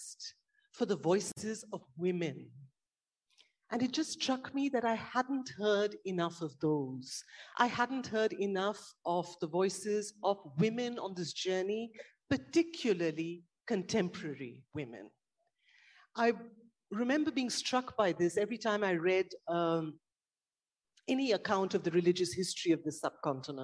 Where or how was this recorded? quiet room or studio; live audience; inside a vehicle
live audience